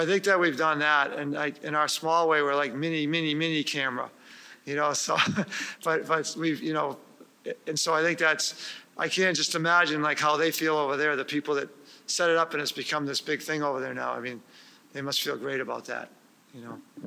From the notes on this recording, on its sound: back in the field, this time at New England Real Ale eXhibition ( NERAX ) in Boston!